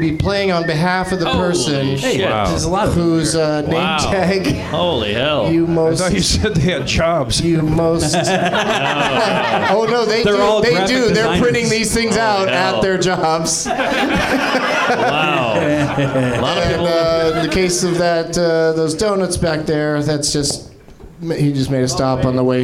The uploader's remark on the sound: Live from the NerdMelt Showroom in LA